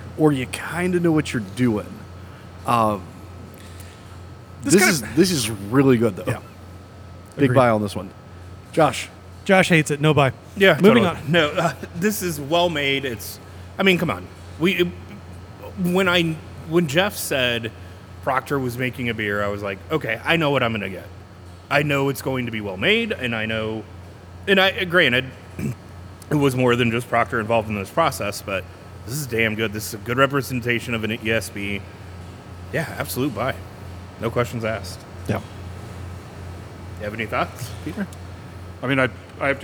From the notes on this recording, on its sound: Might hear a little background noise because we are finally doing a show at Heist!